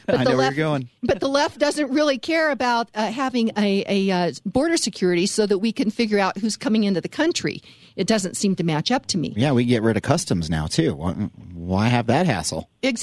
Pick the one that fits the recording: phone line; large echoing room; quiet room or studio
phone line